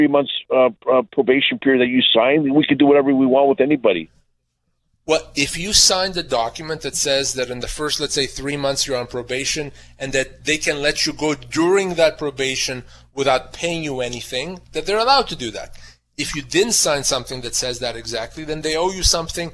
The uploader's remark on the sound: Answers all of your questions in addition to your phone calls.